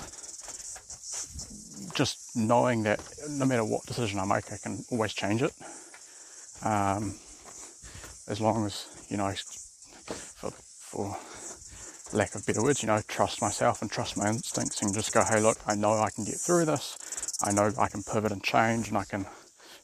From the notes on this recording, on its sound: For no reason at all I wanted to climb Rangitoto Island and thought on the way down to record a little. Tracking down from Rangitoto summit.